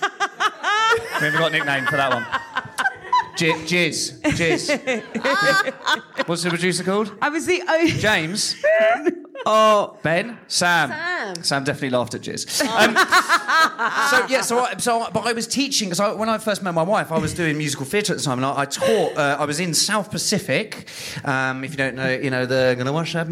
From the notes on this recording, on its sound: live at The Phenic Arts Club in London.